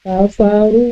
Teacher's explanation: ru pada kafaru untuk wakaf di dua harokat dan pada saat wasol dipanjangkan